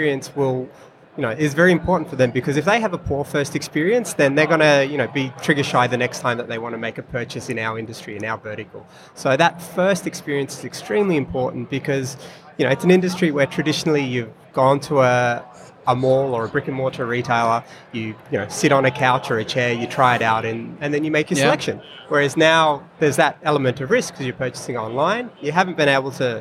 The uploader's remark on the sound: recorded at Online Retailer Conference & Expo 2018